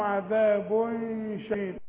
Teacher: إدغام بس ناقص مش كامل باين · Term: الإدغام الناقص